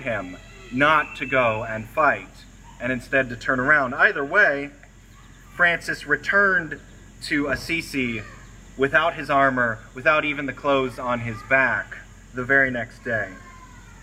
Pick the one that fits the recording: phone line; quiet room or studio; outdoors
outdoors